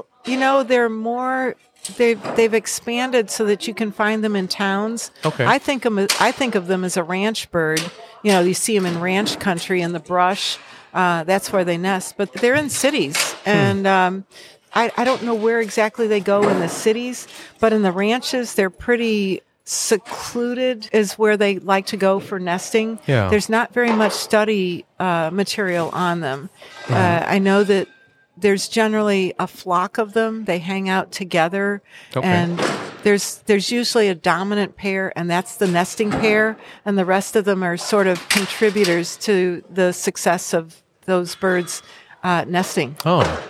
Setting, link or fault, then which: setting, busy venue